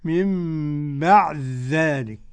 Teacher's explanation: قرأ السوسي عن أبي عمرو بإدغام الدال في الذال